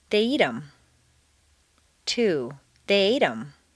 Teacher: Notice that in fluent speech, the TH of them is frequently dropped, as is the H in other object pronouns